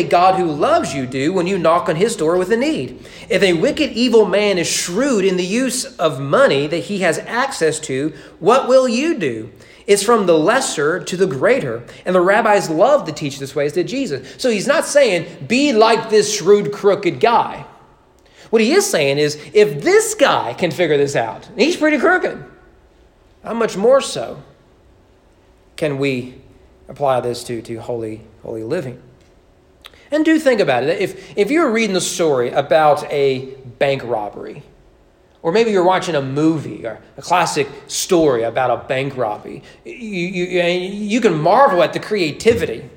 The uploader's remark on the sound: Sermon preached at East Frankfort Baptist Church.